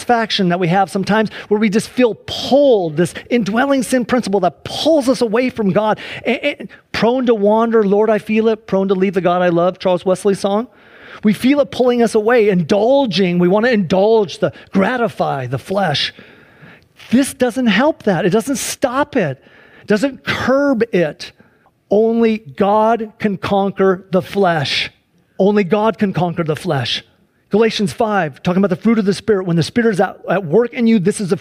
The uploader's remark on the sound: Sunday church service livestream